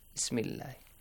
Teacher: So if you join together, Hamzatul Wasl will be skipped.